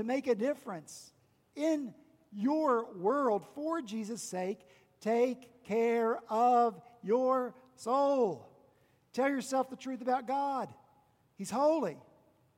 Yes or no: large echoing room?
yes